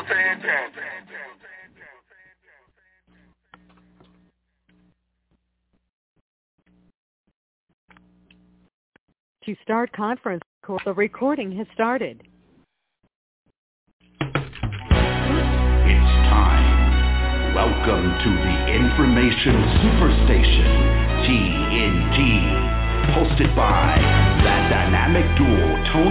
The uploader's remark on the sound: TNTSuperfantastic Conference Call